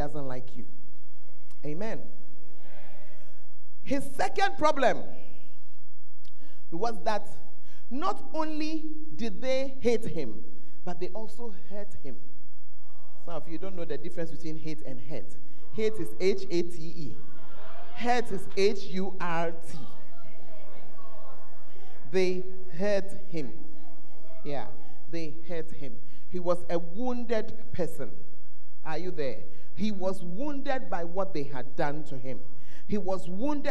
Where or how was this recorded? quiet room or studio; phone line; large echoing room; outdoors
large echoing room